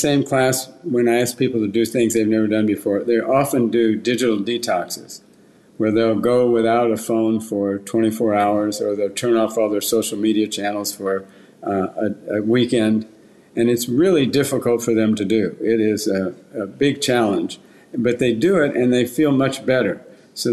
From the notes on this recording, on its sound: Recorded from Cannes Lions